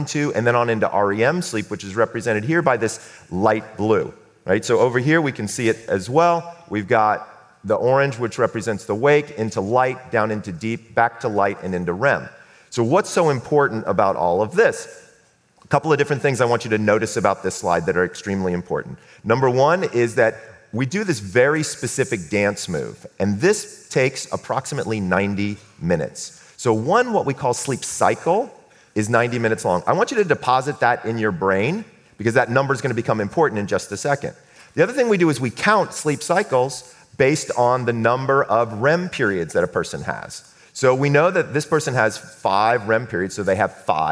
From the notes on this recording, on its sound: Stage talk recorded with a live audience before the lockdown.